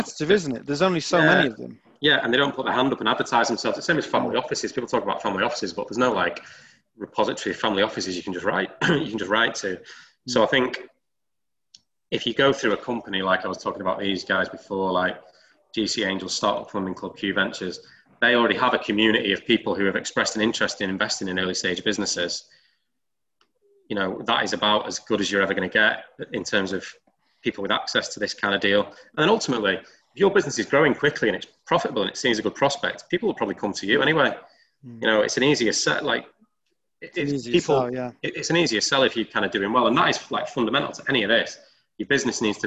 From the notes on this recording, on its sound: TFN Webinar. An hour long webinar.